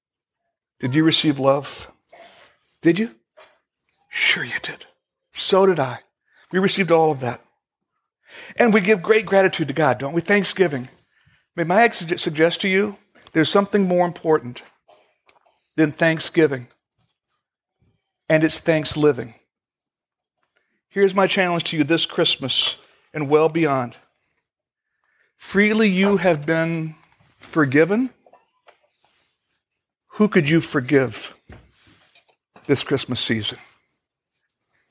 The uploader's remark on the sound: Originally recorded December 24, 2014, at Fellowship Missionary Church, Fort Wayne, IN.